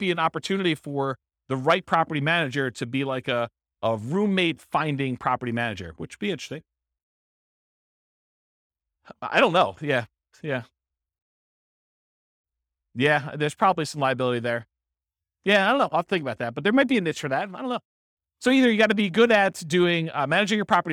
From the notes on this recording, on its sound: This was a live class recorded